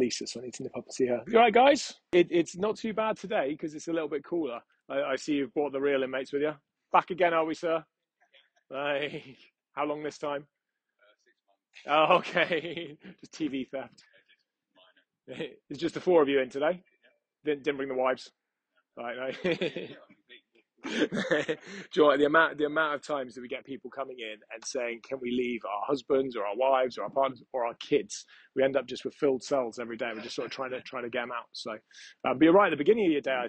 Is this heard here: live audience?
no